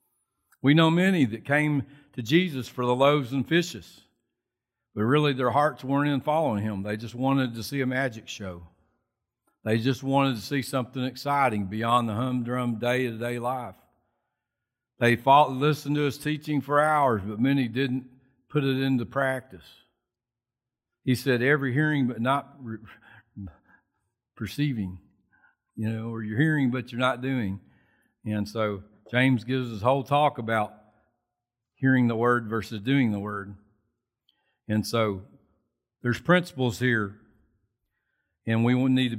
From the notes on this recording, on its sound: Recorded from South Gate Fellowship on May 23, 2021.